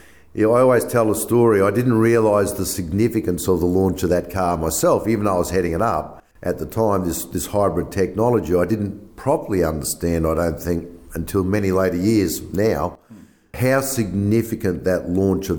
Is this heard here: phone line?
no